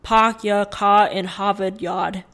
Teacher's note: basically they just don't say their R's as much · Term: Bostonian accent